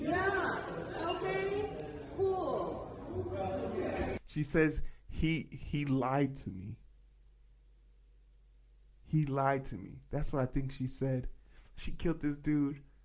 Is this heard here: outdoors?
no